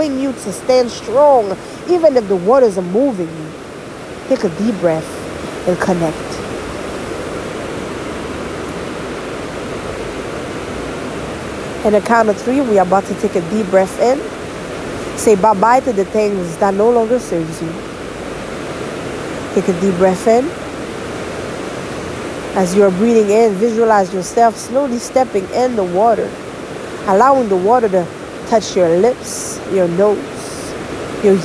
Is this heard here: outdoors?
yes